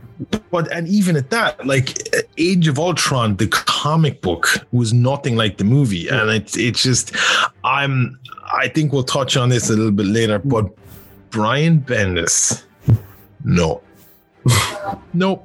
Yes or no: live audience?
no